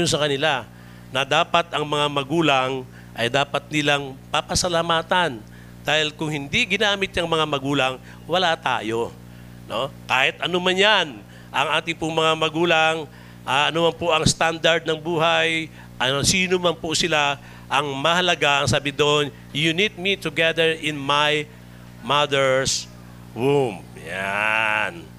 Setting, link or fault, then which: setting, large echoing room